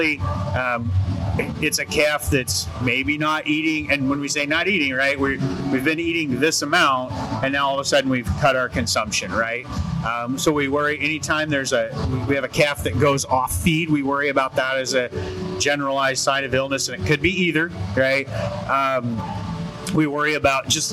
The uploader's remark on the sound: Cattle Chat Live at the Kansas State Fair